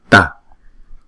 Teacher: chữ T sau này là cong lưỡi lại và búng ra